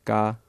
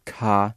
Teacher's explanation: So, for example, ga is different from ka. The latter has aspiration